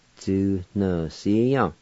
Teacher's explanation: There's another faint H sound between the U and the N in the second part.